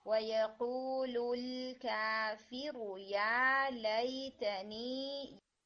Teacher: काफिरु रॉ को आपने short करना है, रॉ स्ट्रेच नहीं होना चाहिए। وَيَقُولُ الْكَافِرُ يَا لَيْتَنِي यहाँ पर फिर ना या को भी और आखिर वाले नी को भी, इनको टू हरकात सेम जो है ये आपका in between one and to होगा।